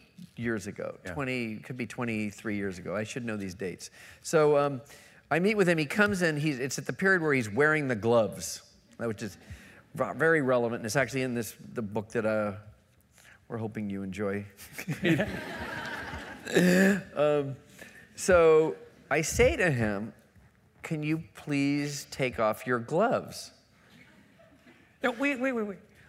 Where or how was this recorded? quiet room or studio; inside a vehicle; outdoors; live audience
live audience